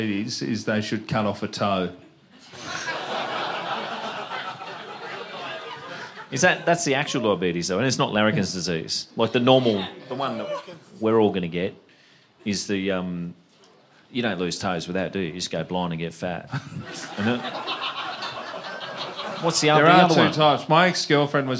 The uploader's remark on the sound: LIVE IN BRISBANE. At the second of our sold out live shows in BrisVegas.